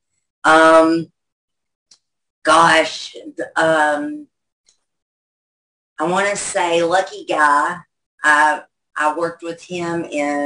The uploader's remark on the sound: our 4/2/2023 Zoom Show